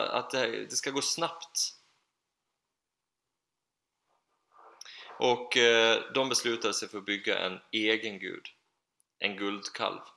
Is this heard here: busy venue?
no